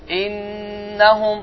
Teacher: ağız boşluğundan heç bir səs çıxmaz və səs xayşum adlanan, yəni burundan çıxar · Term: Qunnə